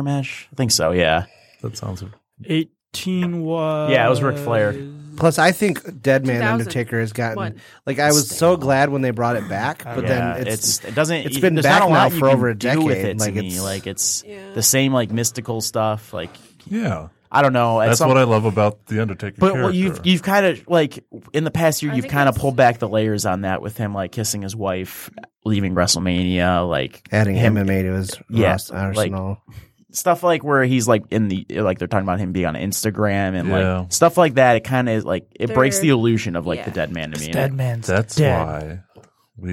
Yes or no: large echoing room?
no